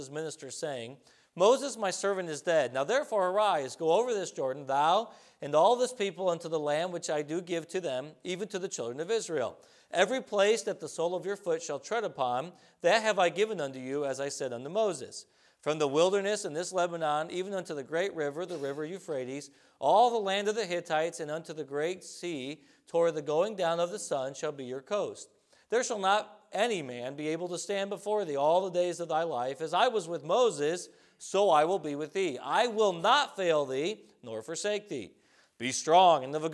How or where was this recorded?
large echoing room